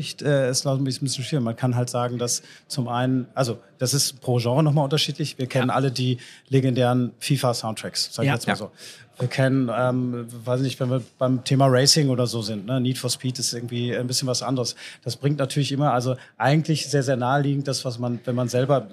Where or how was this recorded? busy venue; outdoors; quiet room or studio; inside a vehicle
busy venue